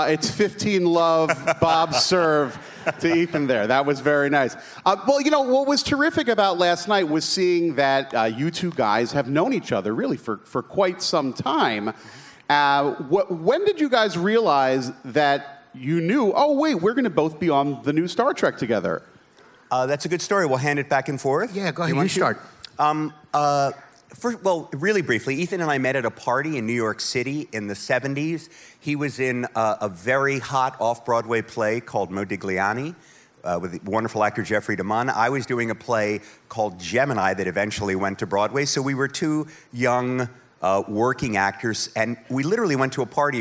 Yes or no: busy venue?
yes